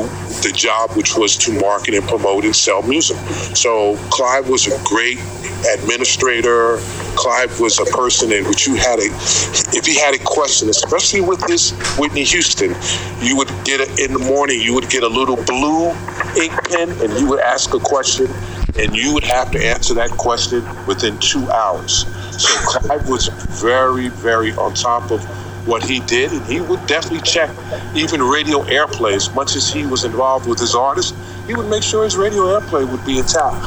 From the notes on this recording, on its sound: Due to technical conditions beyond our control, the quality of the audio in this week's "Innovation in Audio" Podcast is challenged. However, due to the importance of the content, we have included as much of the event as technically possible.